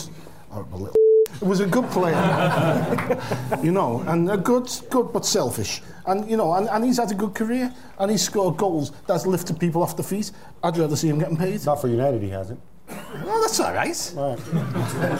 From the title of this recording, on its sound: The Game Live - Euro 2012 Roadshow Q&A